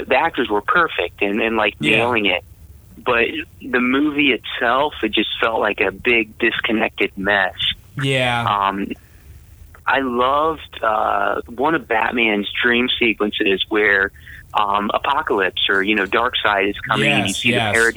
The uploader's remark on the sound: We were fortunate enough to be able to have him call in and really have a fun chat with him.